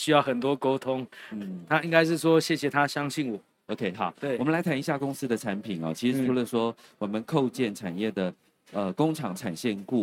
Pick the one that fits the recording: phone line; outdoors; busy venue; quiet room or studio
busy venue